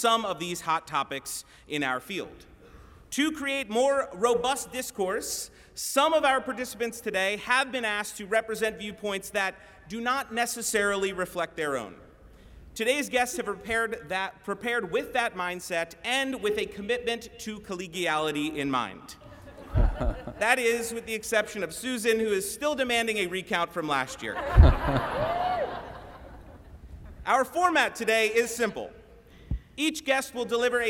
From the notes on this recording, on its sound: feedback from the live audience